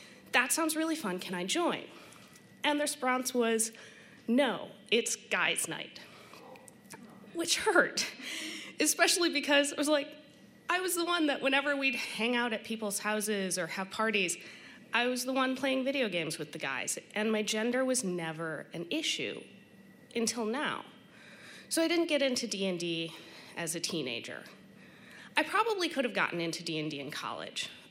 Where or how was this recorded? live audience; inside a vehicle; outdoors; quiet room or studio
live audience